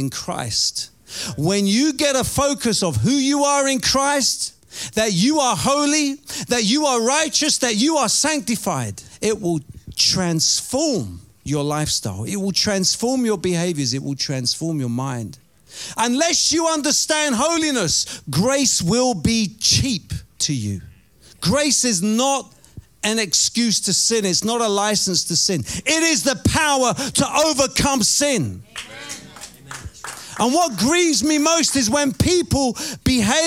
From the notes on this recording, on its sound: Preaching at Oasis Church, Watford, England.